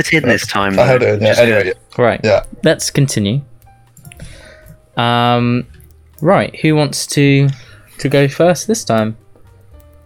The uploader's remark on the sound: The audio didn't render properly!! Sorry in advance, reccomend 80% volume.